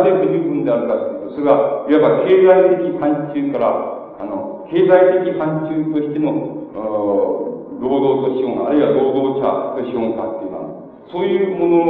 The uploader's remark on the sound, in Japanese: 場所：岐阜大学。明治大学駿台祭での講演。音源は客席から録音されたもので 音質はあまりよくない。